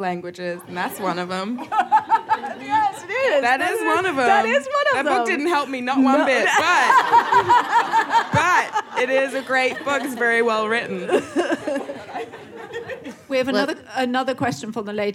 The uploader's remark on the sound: The conversation was recorded at 92nd Street Y on January 22, 2020.